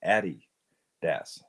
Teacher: so it's a combination of Addy and Dassler, Addy Das. And it's supposed to be emphasis on the first syllable